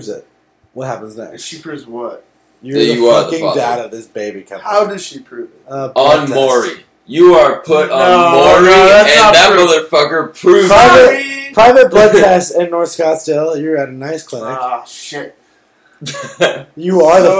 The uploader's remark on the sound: After a long night of drinking during the "year of the booze". The sound isn't the greatest and we get drunker as it goes.